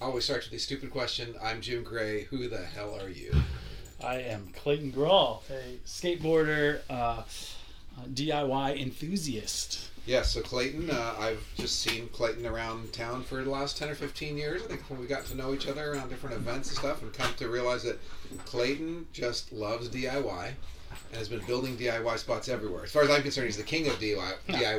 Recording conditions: sounds in the background